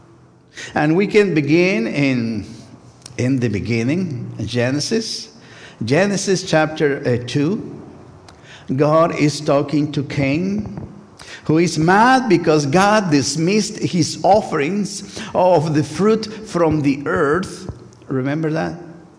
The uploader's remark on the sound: First United Methodist Church of Pacoima. Recorded live service on September 24, 2023. We are located at 12550 Van Nuys Blvd.